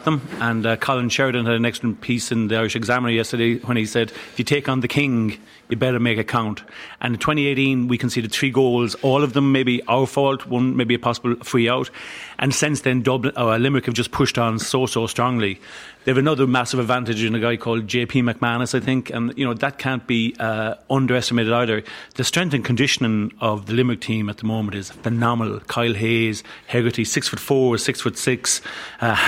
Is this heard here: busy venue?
yes